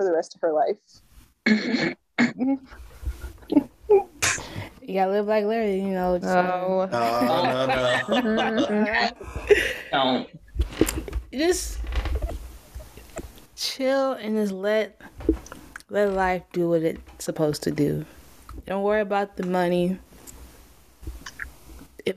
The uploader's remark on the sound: Sorry the Audio is messed up this episode